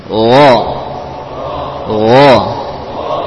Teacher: Dari ujung tenggorokan di sekitar sekitar pangkal lidah, ya, sekitar pangkal lidah.